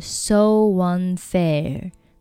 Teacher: 都是前面一个元音以 u 结尾，那我们中间呢都是要加一个 w 的半元音